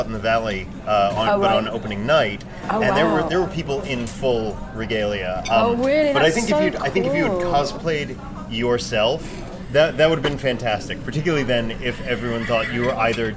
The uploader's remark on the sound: Recorded at Larchmont Bungalow in Los Angeles, CA.